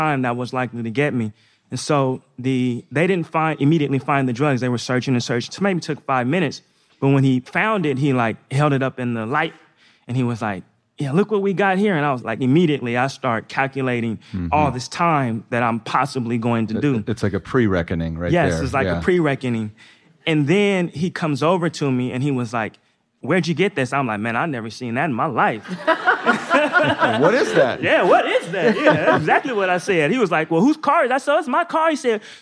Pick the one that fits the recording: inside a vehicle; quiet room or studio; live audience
live audience